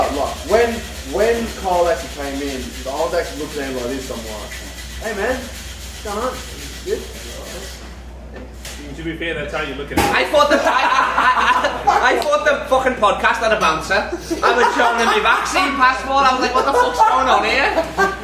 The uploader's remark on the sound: Live from Grassroots Comedy Club